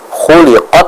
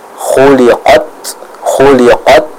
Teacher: Apa maknanya? Yaitu kita membaca huruf ta yang sukun ini dengan menghentikan atau memberhentikan terlebih dahulu aliran suaranya · Term: sifat syiddahnya